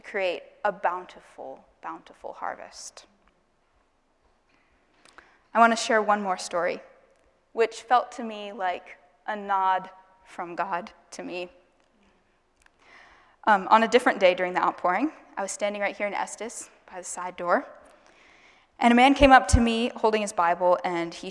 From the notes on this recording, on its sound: Asbury Seminary Kentucky Chapel, recorded on Tuesday, May 2, 2023 at Asbury Theological Seminary's Kentucky campus